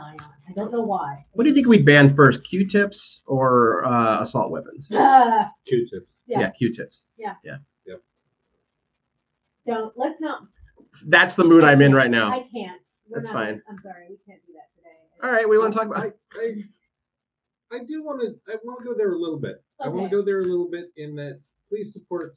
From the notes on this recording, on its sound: PS - Sorry about the audio.